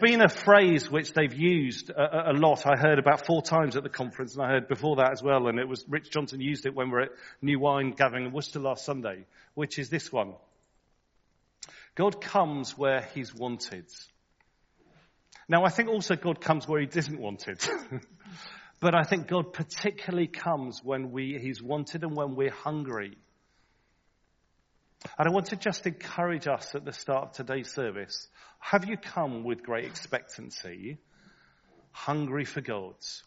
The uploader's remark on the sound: Recorded at the 10:30 service on Sunday 5th March 2023 at St Andrew’s Church